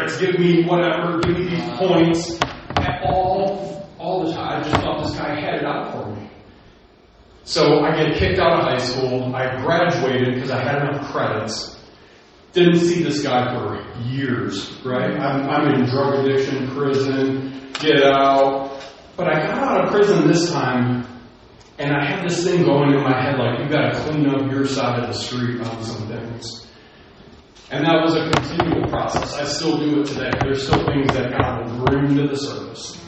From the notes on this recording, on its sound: Today's recording was not planned so please forgive the audio!